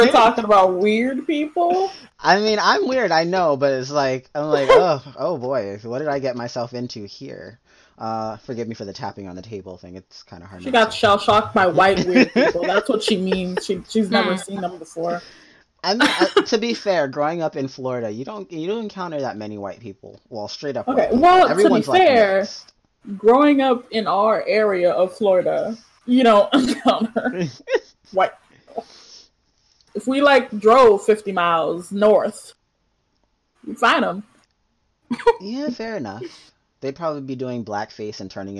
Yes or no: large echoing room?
no